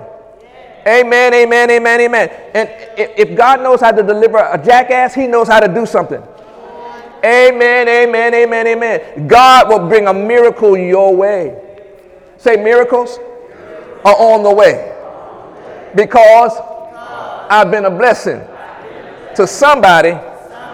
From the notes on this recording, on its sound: During Sunday morning service on March 4, 2018